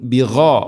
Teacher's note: ഗൈൻ തൊണ്ടയുടെ മുഗൾ ഭാഗം. ബിഗാഫിലിൻ അമ്മ തൻവീന് ശേഷം അയിൻ വെളിവാക്കി ഉച്ചരിക്കണം, മണിക്കാതെ വെളിവാക്കി ഉച്ചരിക്കണം.